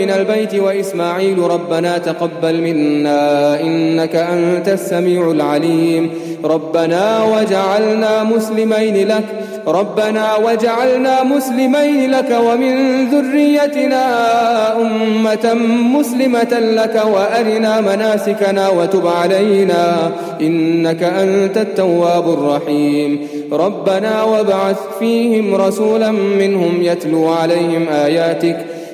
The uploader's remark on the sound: Qiyaam Day 1 at the houghton Houghton masjid